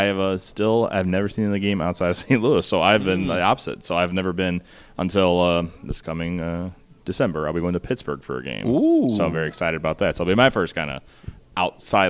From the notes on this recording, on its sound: Live from Altered State Comics. It was great to be in store for these chats.